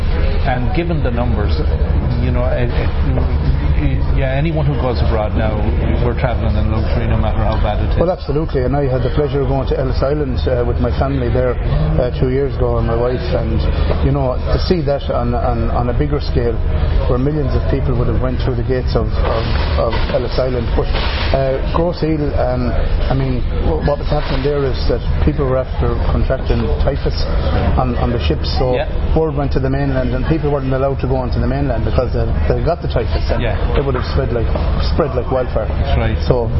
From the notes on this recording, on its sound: Sharing interviews recorded at the All Ireland Fleadh 2017 in Ennis Co Clare.